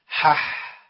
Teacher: مهموس يعني بيمشي فيه نفس